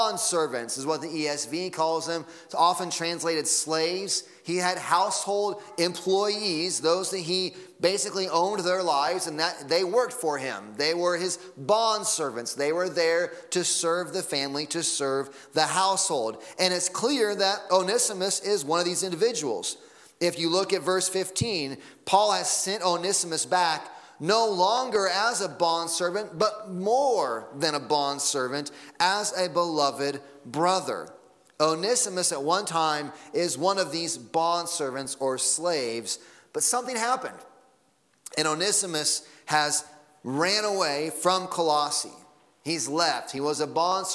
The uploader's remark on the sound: Sunday Morning Sermon Audio